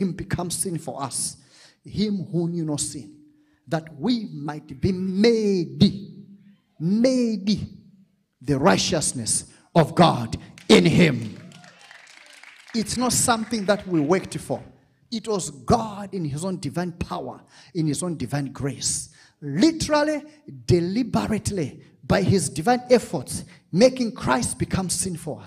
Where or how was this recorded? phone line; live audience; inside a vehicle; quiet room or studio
live audience